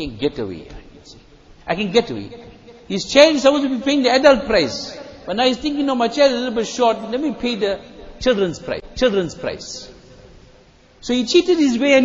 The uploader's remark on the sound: Jumuah Lecture at Masjid E Noor